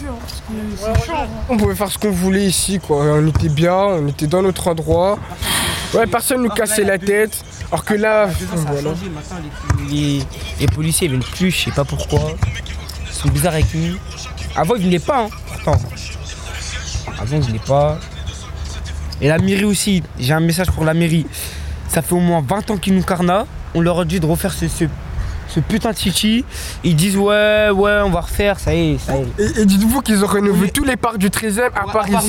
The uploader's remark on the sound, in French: Enregistrer notre émission en plein air et en public place de Vénétie.